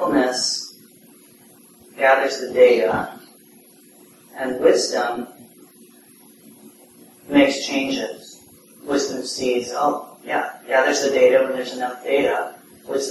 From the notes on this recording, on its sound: (Common Ground Meditation Center) Please note the audio quality is somewhat poor.